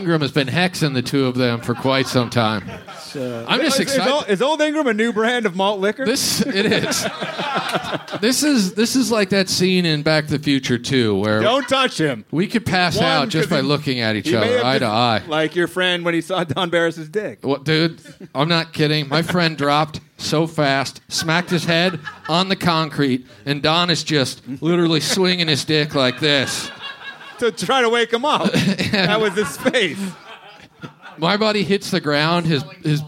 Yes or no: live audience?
yes